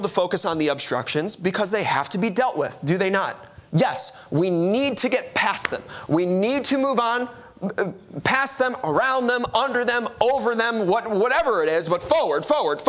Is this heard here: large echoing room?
yes